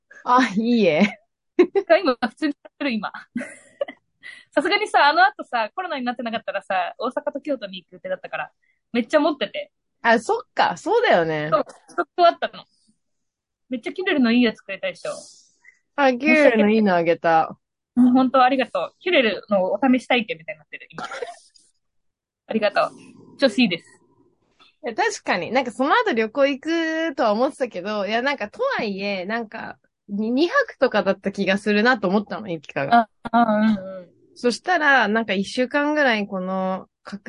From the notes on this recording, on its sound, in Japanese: 東京と富山でzoomにて収録